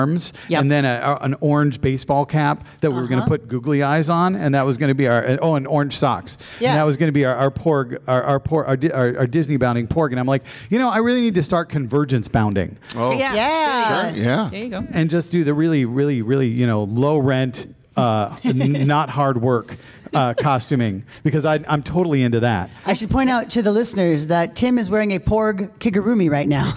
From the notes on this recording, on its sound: This week we recorded our episode live at CONvergence 2023!